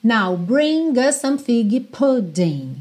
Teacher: E como us termina com S e some começa com S, naturalmente você vai juntar num S só